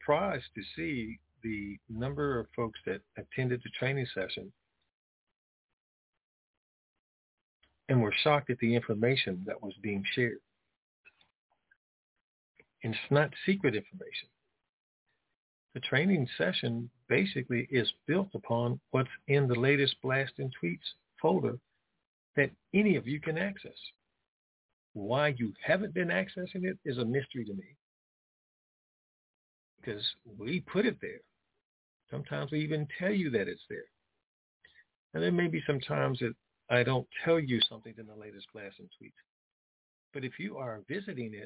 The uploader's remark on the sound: TNTSuperfantastic Conference Call